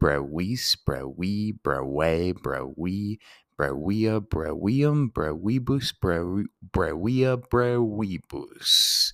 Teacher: Remember, V's are pronounced as W's